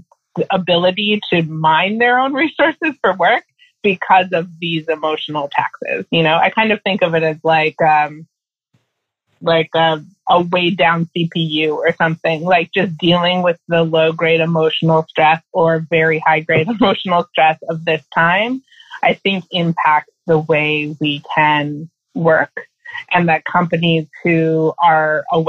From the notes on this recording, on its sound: sits down (to a Zoom call)